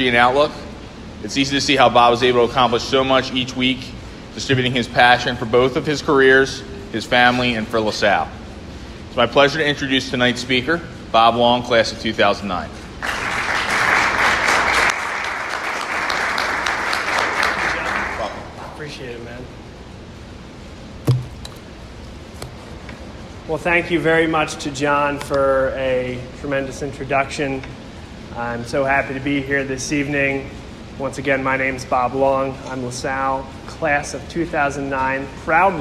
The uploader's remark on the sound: Speech at La Salle College High School Alumni Mentor Event (October 16, 2019)